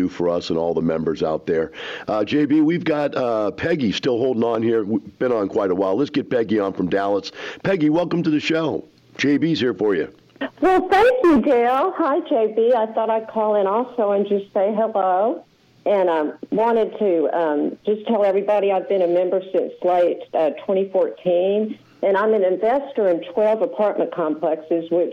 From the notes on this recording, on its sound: Members from all different walks of life across the United States call in to discuss their investment experience.